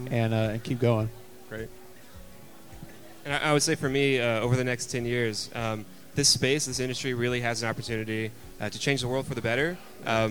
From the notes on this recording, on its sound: We hear a panel discussion that took place at the Established Lounge during SXSW with members from our partner for the event, Launch Tennessee.